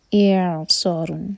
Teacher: حمزہ کا کسرہ ای ہوٹوں کو پھیلا کر اور عین سکون پر جھٹکا نہ ہو اعصار صاد ہیوی اور رون یہاں پر اخفاء فا کے لیے